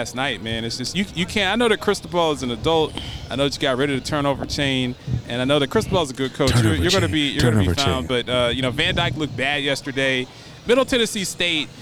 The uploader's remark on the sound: LIVE from Horizon Field in Nashville, TN